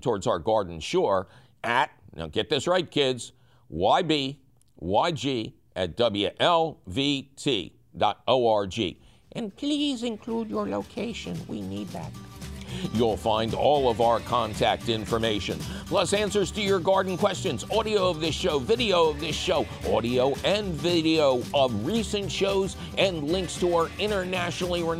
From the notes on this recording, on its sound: Otherwise, it’s a fabulous phone call show!